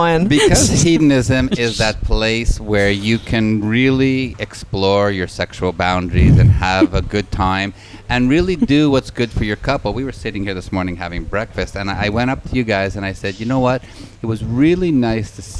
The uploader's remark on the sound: broadcasting on location at Hedonism II in Jamaica